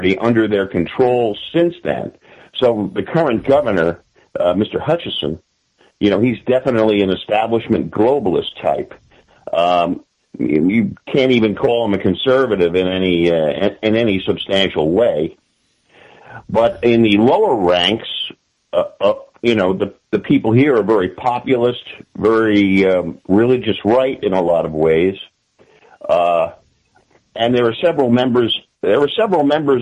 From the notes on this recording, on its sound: For a short half hour, cut shut further by some technical difficulties getting the call connected.